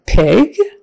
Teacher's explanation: P is just the unvoiced version, and your lips are going to come together and be forced apart by the air in a strong way, so it's p, p, p.